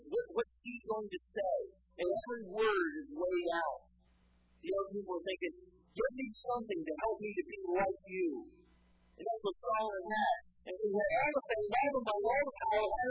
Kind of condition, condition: setting, large echoing room